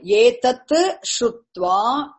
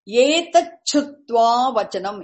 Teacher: that sibilant, palatal shakara becomes chakara